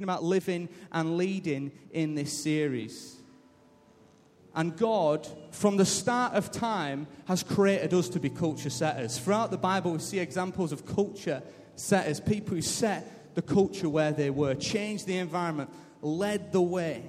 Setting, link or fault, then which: setting, large echoing room